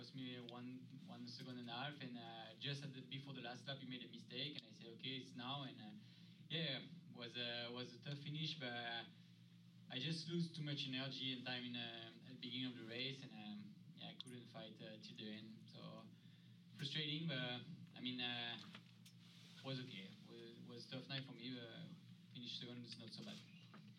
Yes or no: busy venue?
yes